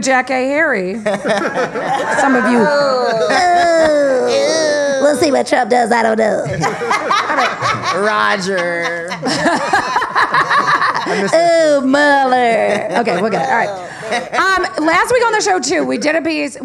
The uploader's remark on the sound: Recorded live at #SXSW in Austin, Texas.